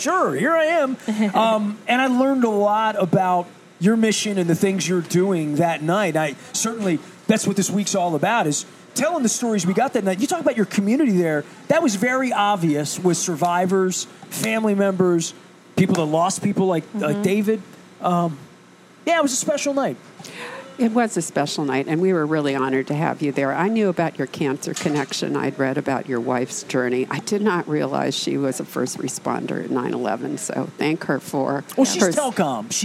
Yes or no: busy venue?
yes